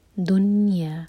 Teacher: نون پر نہ تو جھٹکا آئے اور نہ ہی کسرہ کی آواز، یہاں پر ہے سکون، یہاں پر اظہار کرنا ہے دنیا.